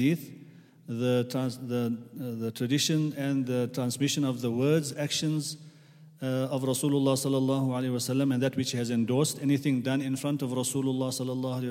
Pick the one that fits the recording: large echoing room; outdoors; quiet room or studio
large echoing room